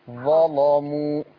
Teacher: خلي بالك من تغليظ اللام